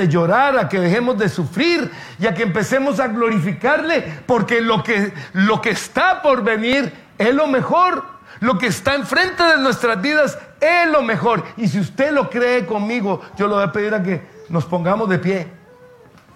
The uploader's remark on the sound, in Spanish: Tema en vivo lanzado por Facebook Live el día 11 de Marzo de 2023, en la Reunión Familiar de la Familia-Iglesia de Sydney, Australia.